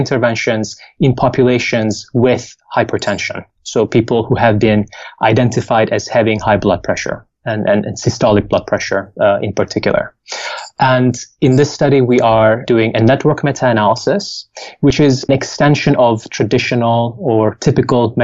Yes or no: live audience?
no